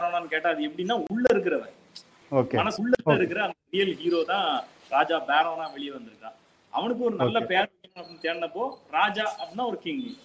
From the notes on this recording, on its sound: our first online recording version of the podcast